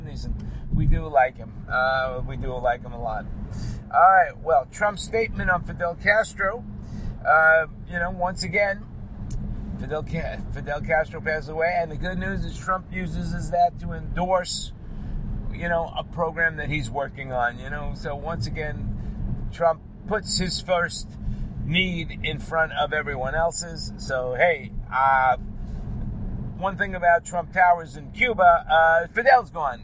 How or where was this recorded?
inside a vehicle